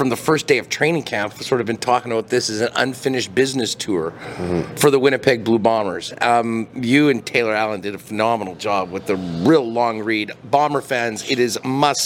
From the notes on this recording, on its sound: LIVE at the 110th Grey Cup in Hamilton